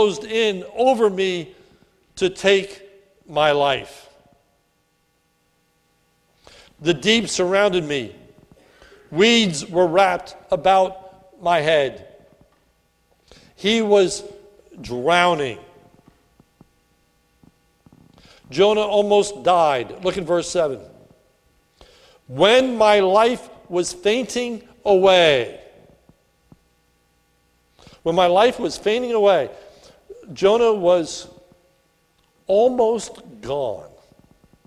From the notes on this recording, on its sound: recorded at the Lebanon Bible Fellowship Church in Lebanon, PA on 5/27/2018 during the morning service